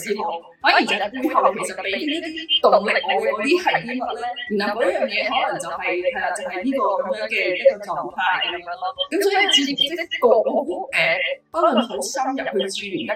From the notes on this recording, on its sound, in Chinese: 網上錄製聲音未完善，請多多包涵